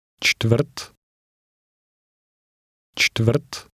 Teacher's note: This word contains no vowels, but in Czech a vowel sound is often understood from a combination of consonants.